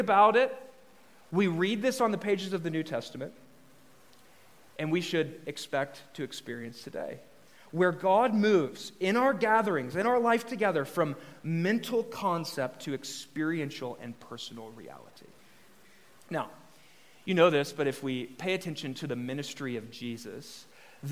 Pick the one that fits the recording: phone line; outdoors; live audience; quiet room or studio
live audience